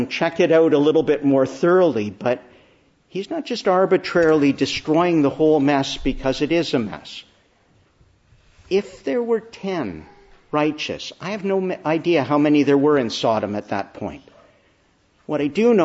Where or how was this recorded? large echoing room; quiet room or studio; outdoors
large echoing room